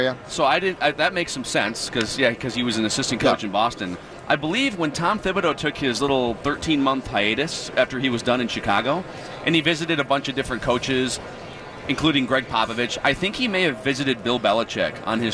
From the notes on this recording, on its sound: live from Radio Row